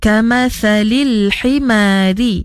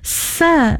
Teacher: Jangan kita sebut sa, sayanya dah jadi huruf sin. Di situ kita kena hati-hati, kena perbetulkan balik kama thalil himari.